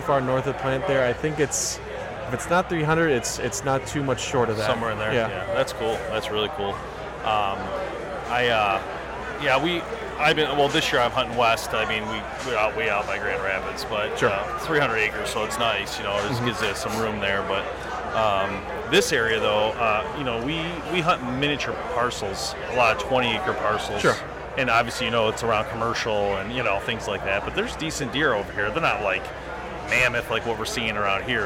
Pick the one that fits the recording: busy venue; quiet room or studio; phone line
busy venue